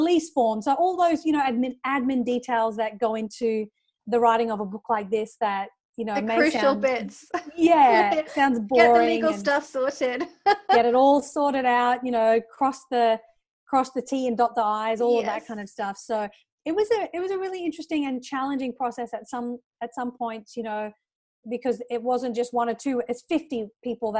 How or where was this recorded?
video call